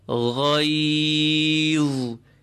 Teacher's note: So full for the ghain, empty for the ya, full for the dha again.